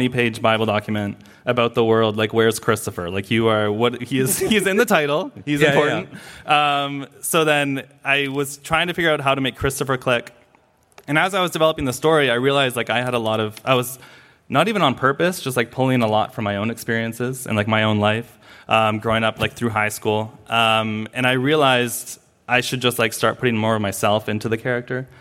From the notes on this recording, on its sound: Recorded at San Diego Comic Con, July 2023.